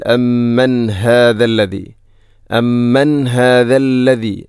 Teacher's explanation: ഹാഇൻ്റെ ശബ്ദം കൃത്യമായിരിക്കണം, തൊണ്ടയുടെ ഏറ്റവും അടിഭാഗം